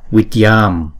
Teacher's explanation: Chúng ta phải kéo dài chữ ya nè, thấy không?